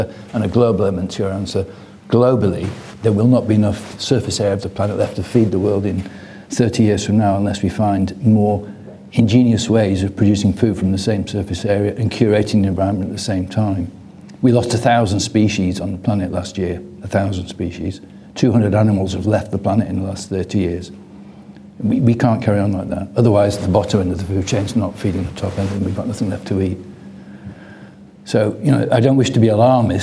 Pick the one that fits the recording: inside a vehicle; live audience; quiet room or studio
live audience